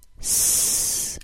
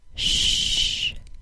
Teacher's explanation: Both sounds are created by forcing air between the front section of the tongue and the tooth ridge. The tooth ridge is that bony area behind your top front teeth.